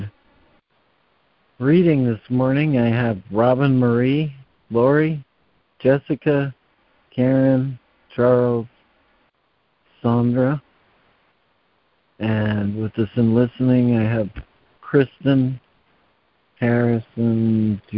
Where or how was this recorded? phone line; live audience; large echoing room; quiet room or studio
phone line